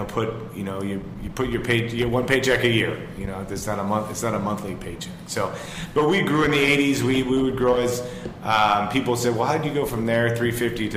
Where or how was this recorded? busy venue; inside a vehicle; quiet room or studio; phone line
busy venue